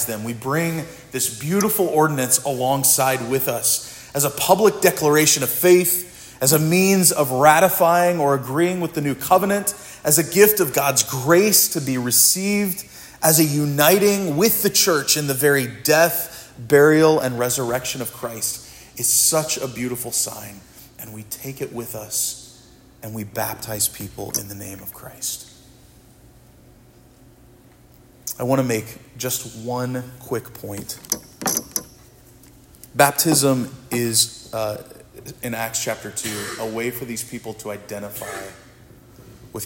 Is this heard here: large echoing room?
yes